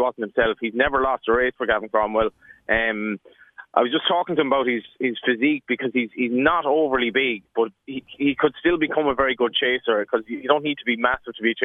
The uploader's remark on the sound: On the line from Limerick.